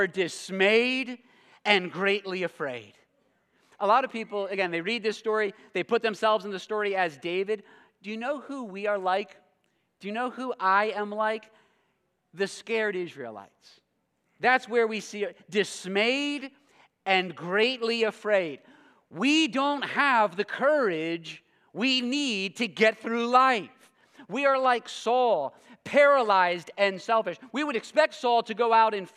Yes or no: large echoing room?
yes